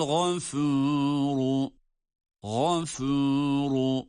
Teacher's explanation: gayn kalın fe ince ra yine kalın